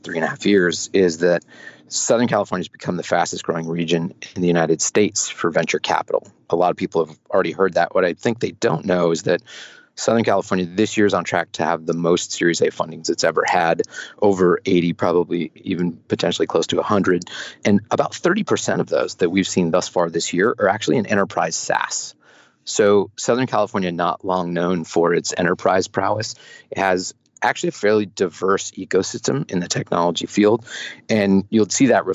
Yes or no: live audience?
no